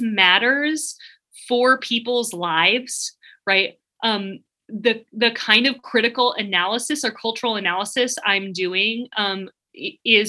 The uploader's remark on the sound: This episode is taken from a March 23, 2021 virtual event celebrating the new book.